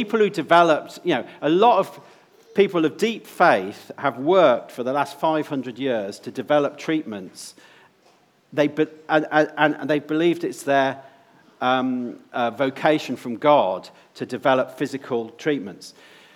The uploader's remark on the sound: Before a time of Q&A with questions from those in attendance.